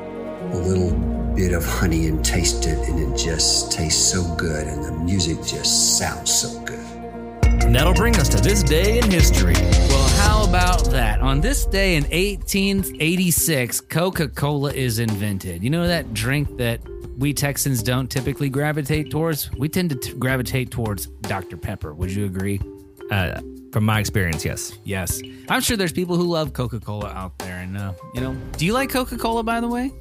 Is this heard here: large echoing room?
no